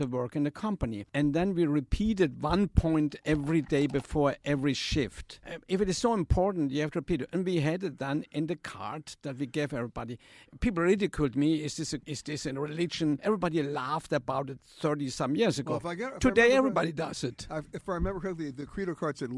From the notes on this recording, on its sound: comes from the Forbes Travel Guide Luxury Summit at the Beverly Hilton Hotel in Beverly Hills, California